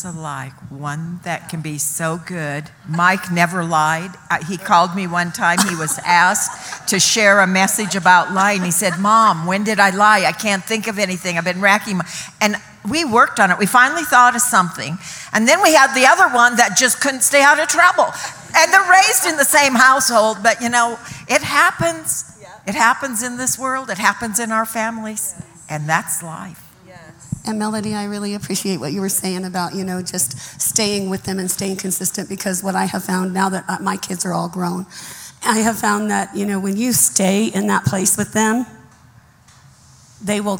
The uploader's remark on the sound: Some of our incredible pastors took the stage this Sunday in our Mother’s Day panel